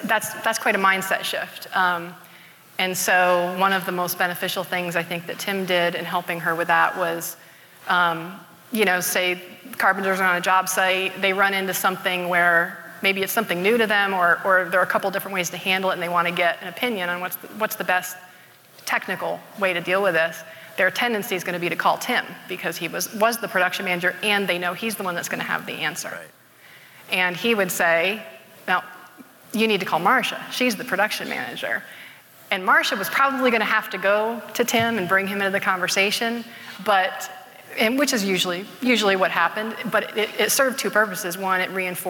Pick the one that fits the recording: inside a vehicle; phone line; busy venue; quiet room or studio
busy venue